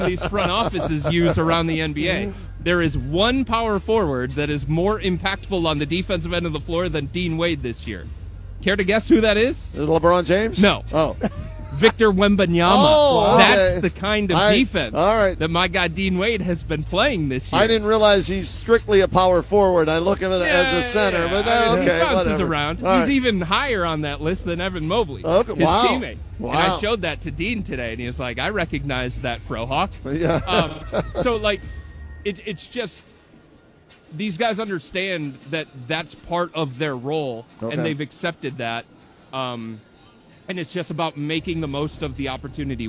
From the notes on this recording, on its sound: live from Rocket Mortgage Fieldhouse